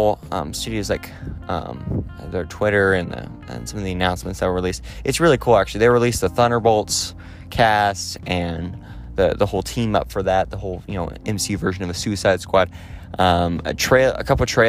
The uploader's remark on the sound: while walking down a trail